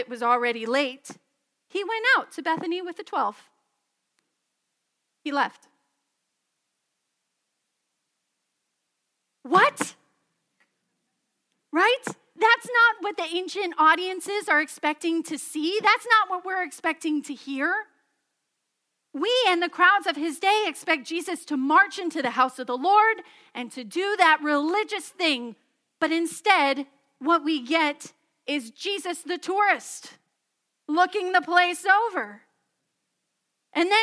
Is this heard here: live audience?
yes